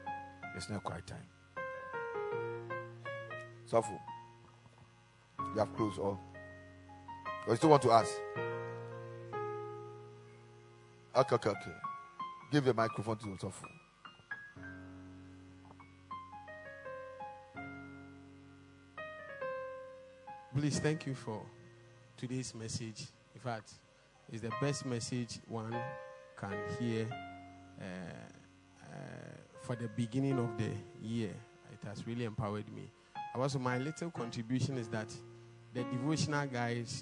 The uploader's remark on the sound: Preached at the Ekklesia Chapel.